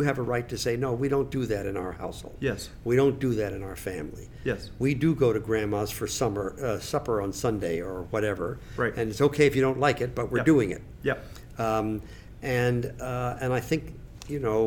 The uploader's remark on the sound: Conversations from the Heads and Chairs Conference